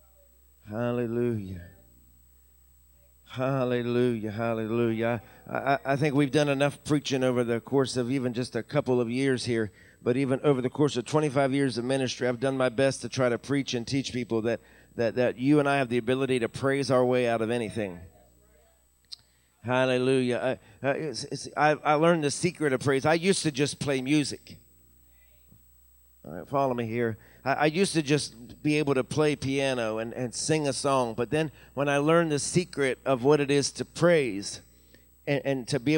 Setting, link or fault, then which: setting, large echoing room